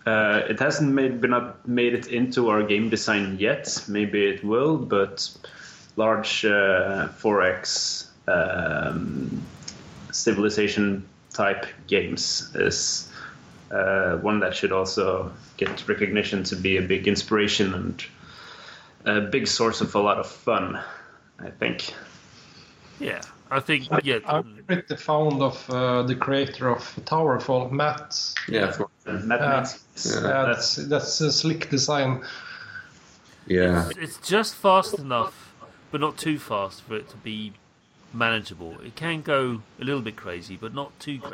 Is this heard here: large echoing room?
no